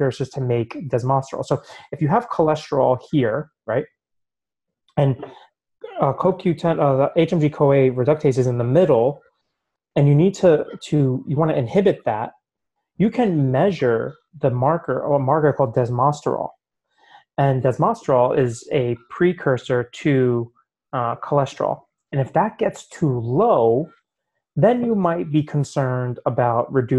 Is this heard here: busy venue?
no